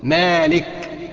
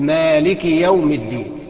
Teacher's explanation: الاصح انك تقول مالك بدون مد، يبقى مالك ما فيهاش مد، تقول مالك يوم الدين.